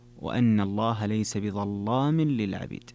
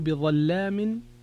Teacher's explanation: قال وأن الله ليس بظلام للعبيد، وغلظ ورش فتح لام لصادها أو الضاء أو للطاء. إذن قوله بظلام، اللام هنا مغلظة وهي في أصلها أنها مرققة · Term: تغليظ اللام